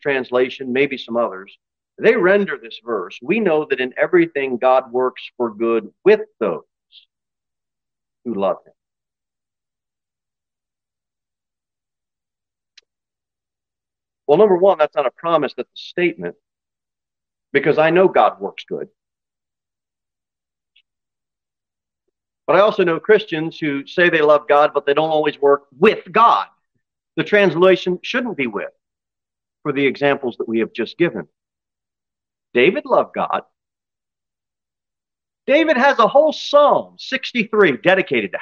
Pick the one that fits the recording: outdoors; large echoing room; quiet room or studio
large echoing room